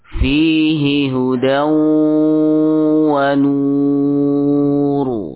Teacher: Nah, ini jika setelahnya sukun atau sebelumnya yang sukun seperti fihi. Ya, sebelum ha kinayah ada ya sukun, maka di sini ha kinayah juga tidak dipanjangkan sama sekali